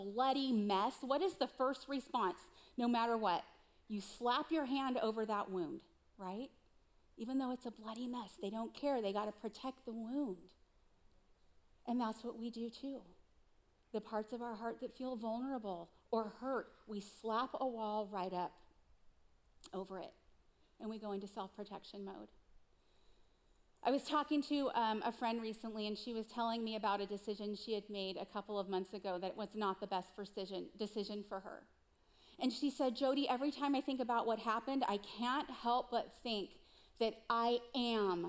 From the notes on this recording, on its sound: Recorded live at CrossWinds Church on April 02, 2023.